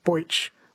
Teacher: Bruce says there seems to be a difference in accent between northern and southern Australia. Southerners tend to pronounce the E sound as an oi